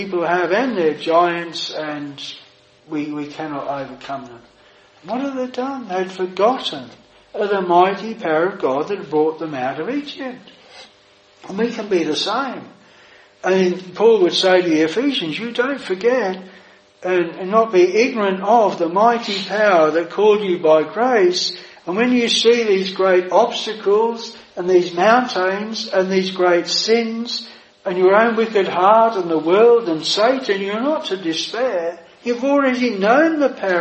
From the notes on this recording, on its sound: This sermon was preached at Providence Chapel, Birkenhead